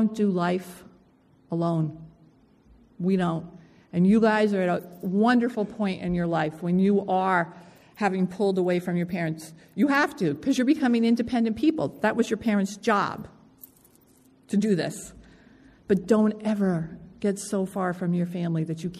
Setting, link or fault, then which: setting, large echoing room